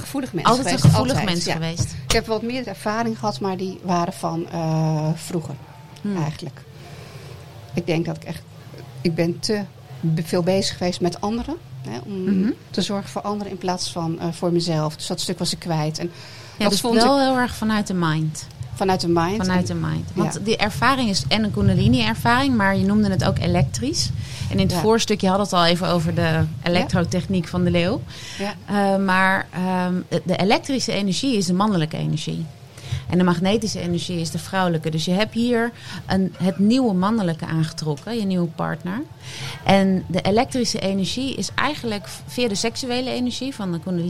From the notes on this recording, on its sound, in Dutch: De aflevering van #odeaandemagie is live opgenomen op Kampeerterrein de Lievelinge in Vuren tijdens het festival ZIN. Open podium.